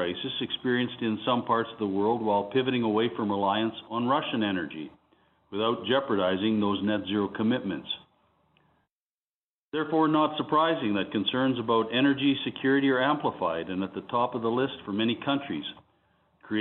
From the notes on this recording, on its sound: This week’s episode features Cameco’s Q1 conference call